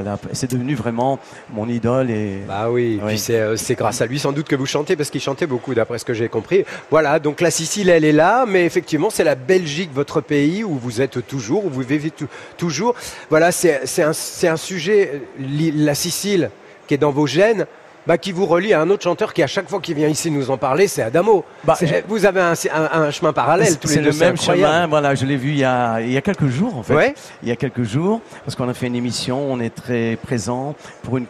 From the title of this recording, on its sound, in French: en direct de la Foire de Paris